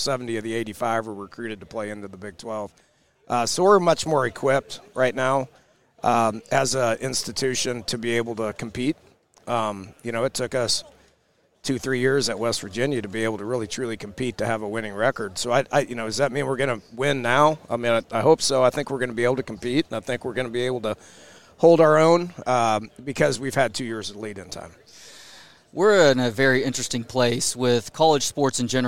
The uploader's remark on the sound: from Big 12 media days at AT&T Stadium in Arlington, TX